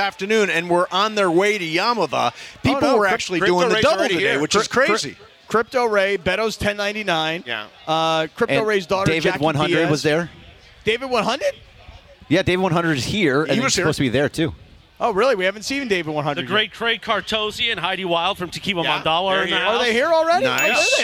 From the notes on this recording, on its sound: We’re LIVE from Yaamava Resort & Casino at The 909 Sports Bar!